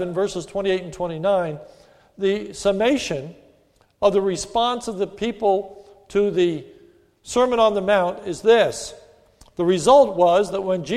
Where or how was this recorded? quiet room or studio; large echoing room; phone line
large echoing room